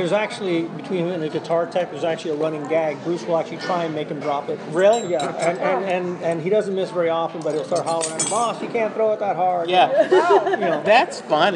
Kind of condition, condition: setting, busy venue